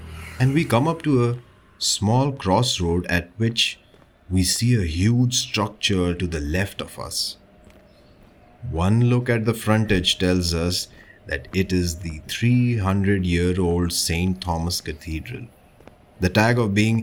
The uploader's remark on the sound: This sound journey through the roads, streets, bylanes of South Mumbai. You and I will visit some prominent buildings, landmarks and food joints with actual ambient sounds and noises. Watch your step as we cross streets and avoid traffic as we go about on this storytelling tour from the famous Asiatic Society of Mumbai to the St Thomas Cathedral to the Zara building.